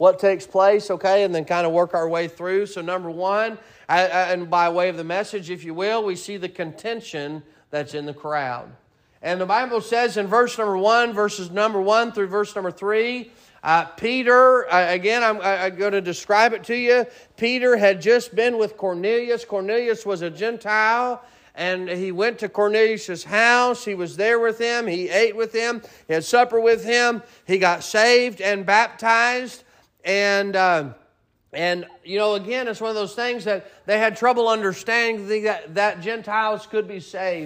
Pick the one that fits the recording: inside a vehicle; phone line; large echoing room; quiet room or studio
large echoing room